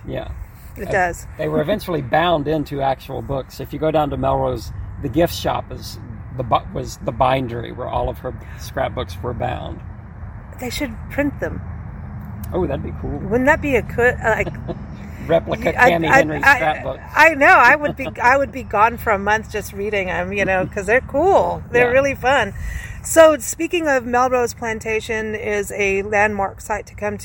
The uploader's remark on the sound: Recorded onsite at the historic American Cemetery